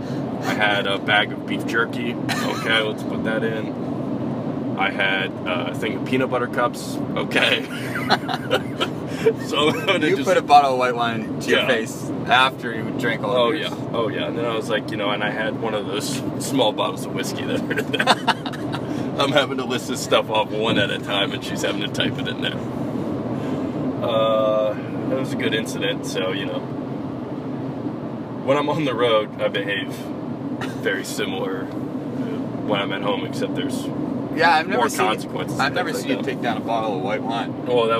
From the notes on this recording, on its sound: This episode was recorded from the road on the way to our annual offsite in Tahoe. FAIR AMOUNT OF ROAD NOISE AND GPS DISCUSSION.